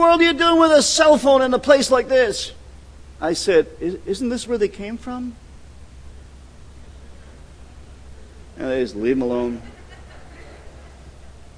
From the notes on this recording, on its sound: at The People’s Church of Somerville, NB on the morning of June 15, 2014